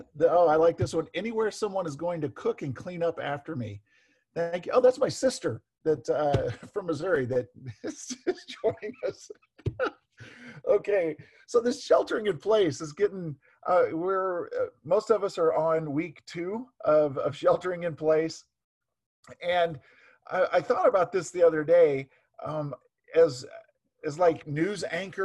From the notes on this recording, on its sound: Zoom Sunday (Audio).